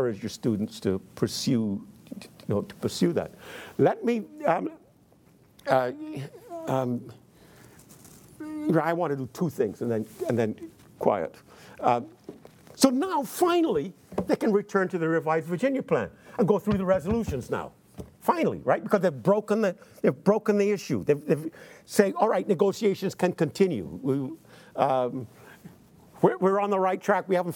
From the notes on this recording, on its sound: in front of a teacher audience